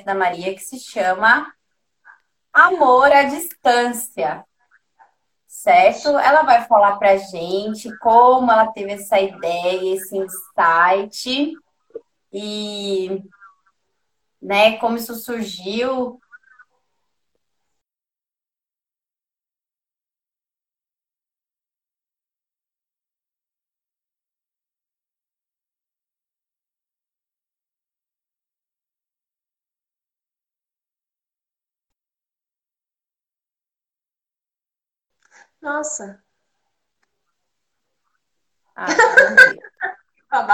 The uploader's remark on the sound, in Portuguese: Live ocorrida no Instagram